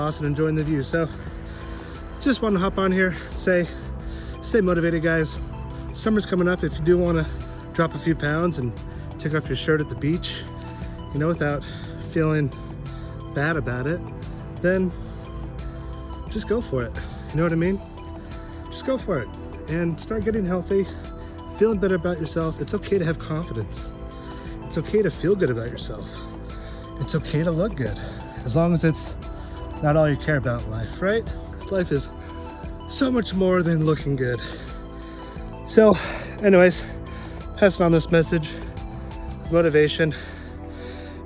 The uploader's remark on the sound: I take you on my weekly exercise routine in the outdoors